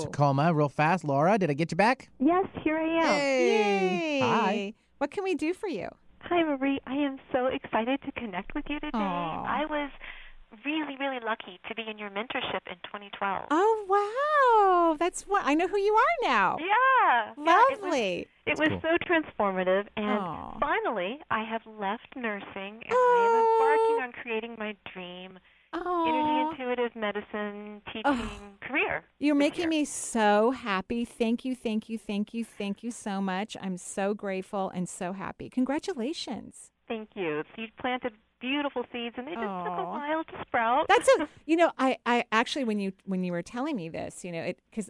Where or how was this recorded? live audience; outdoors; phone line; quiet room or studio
phone line